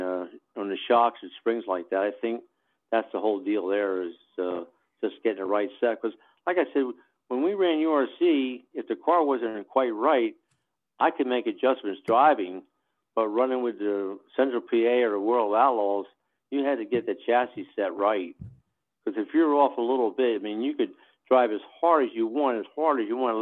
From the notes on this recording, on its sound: We had some technical difficulties with our guest, so we called up